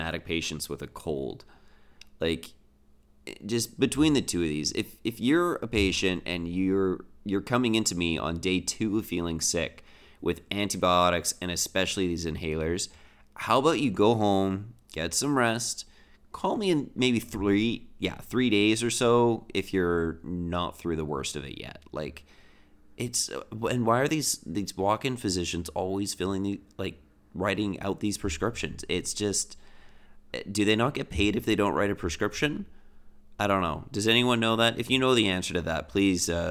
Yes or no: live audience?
no